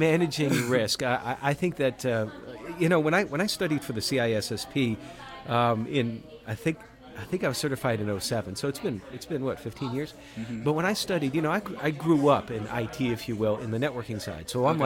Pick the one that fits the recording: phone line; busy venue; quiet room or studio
busy venue